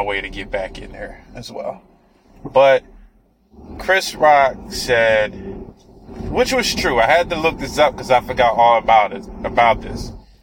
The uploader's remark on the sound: I was driving while recording.